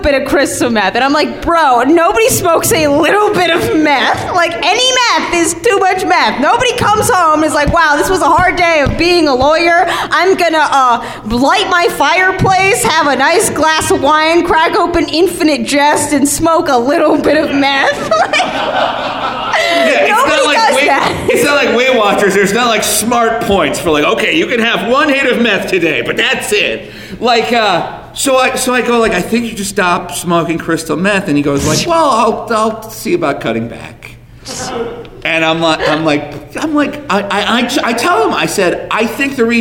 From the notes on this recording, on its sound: Coming to you live from the Lutheran Friends Church in Detroit, Michigan.